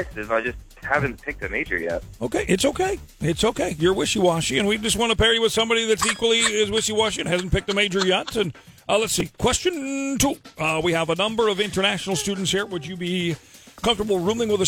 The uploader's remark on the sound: Friday Phone Jacks Prank Call.